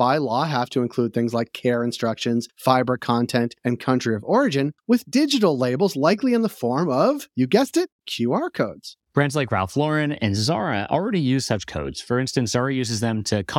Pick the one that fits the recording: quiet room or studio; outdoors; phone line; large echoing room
quiet room or studio